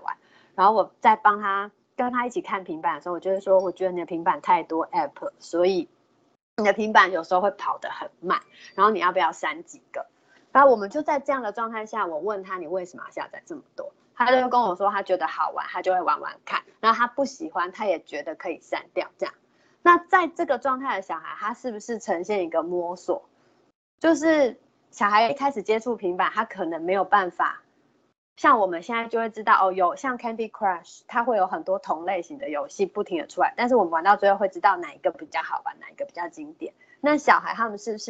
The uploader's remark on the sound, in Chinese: 此為線上課程錄音檔